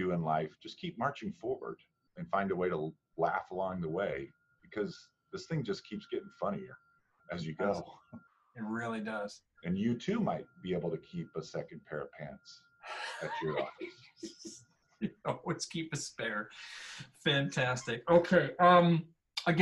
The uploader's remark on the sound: Recorded using a Zoom session to connect